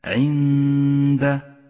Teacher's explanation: تأمل حكم الإخفاء في كلمة عند عند، نقف بغنة زمنها حركتان على حرف النون من غير تشديد للدال